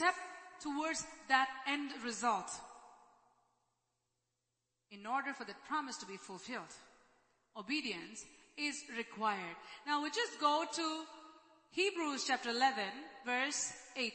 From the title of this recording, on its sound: ELBIM Church Sunday LIVE Stream Audio